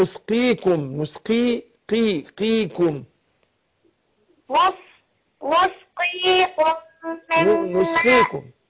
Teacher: القاف مكسورة هتاخد أدنى درجات التفخيم